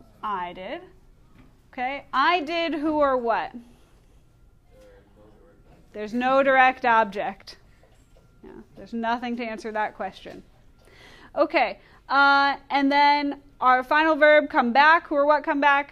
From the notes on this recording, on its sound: Recorded in class on 10/30/2019